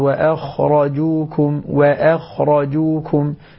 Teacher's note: نبه على أنك تنتبه إلى الحروف السواكن بشكل عام، يعني نبهنا على الجيم فيها القلقلة، الخاء مثلا فيها الرخاوة دون أن نخرج فيها القلقلة · الواو والهمزة مرققة، الخاء والراء مفخمة، بينما الواو والكاف مرققة أيضا.